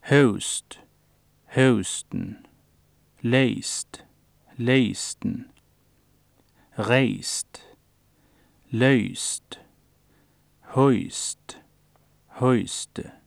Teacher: Diftong pluss ustemt konsonantisme med aksent 1